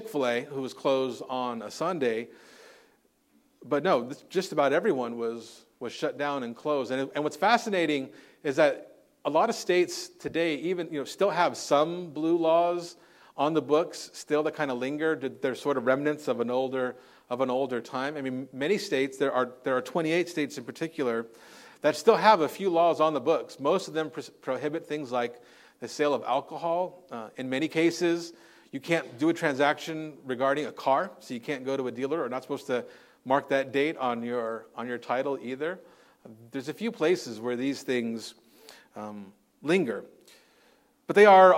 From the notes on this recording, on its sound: Recorded on Sunday, January 14th, 2024 at Living Hope Orthodox Presbyterian Church (OPC) in Cerritos, CA.